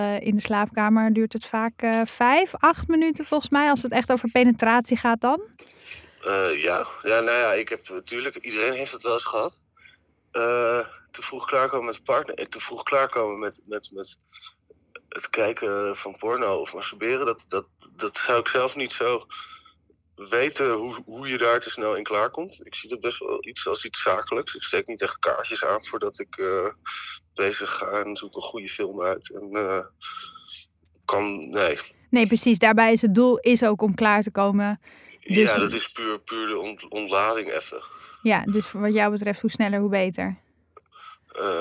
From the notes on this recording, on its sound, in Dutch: Weliswaar niet live in de studio, maar aan de telefoon.